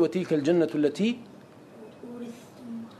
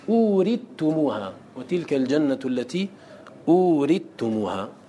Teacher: الثاء والتاء مخرجهما مختلف وهما متقاربان، لك أن تظهر، أن تظهر ولك أن تظهر، فتقول وتلك الجنة التي أورثتم، هذا بالإظهار، وإن شئت بالإدغام قلت أورثتموها وتلك الجنة التي أورثتموها، يجوز هذا وهذا.